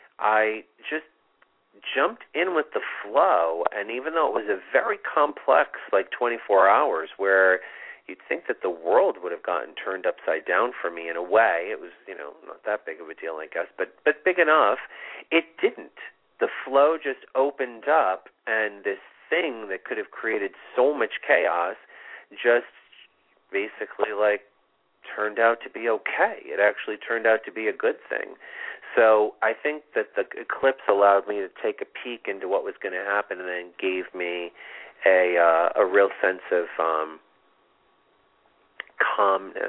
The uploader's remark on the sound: This is a call in show with live mini-readings!